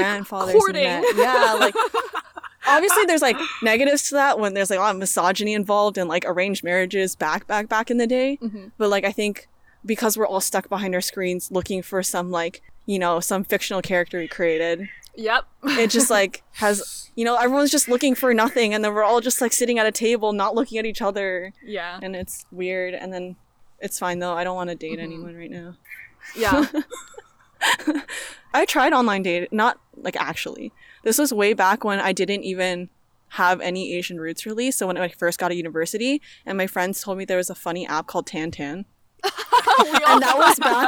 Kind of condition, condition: setting, outdoors